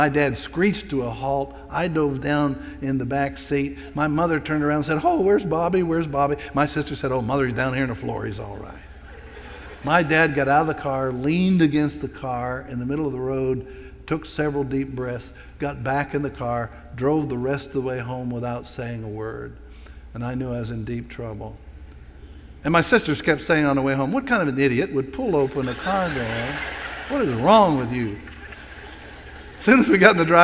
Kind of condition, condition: setting, large echoing room